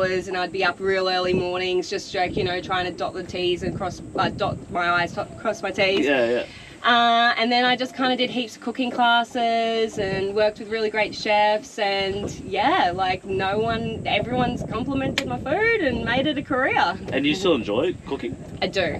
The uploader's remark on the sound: Apologies for the windy audio, we were out in the elements for this one.